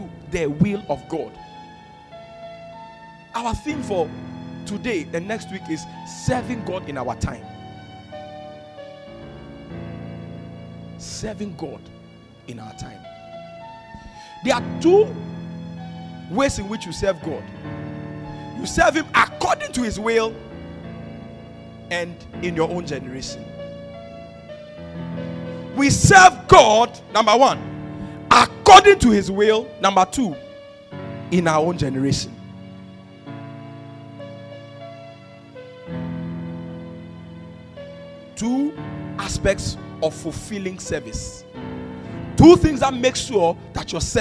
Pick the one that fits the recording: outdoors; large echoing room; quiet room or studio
large echoing room